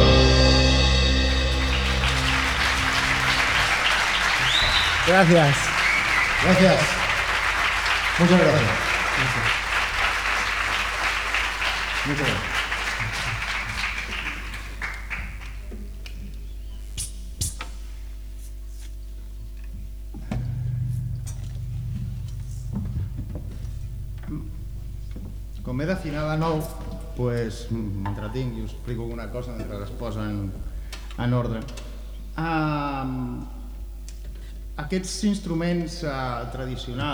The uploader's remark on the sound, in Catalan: Enregistrada en directe a El Círcol - Badalona el 28 de maig de 2016